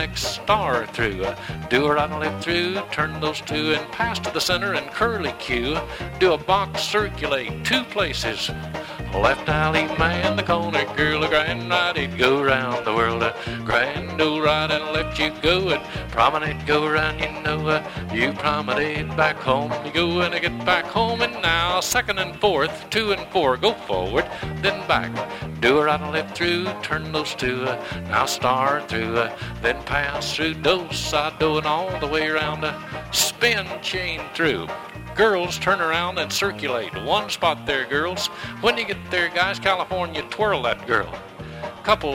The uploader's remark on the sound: from the 1976 Hi Hat Records Staff Trails-In Dance held in Stanton, CA.